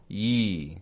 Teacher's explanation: Now the second, the glide. Quick and fading ye, Y sound. That's why we call it a Y glide.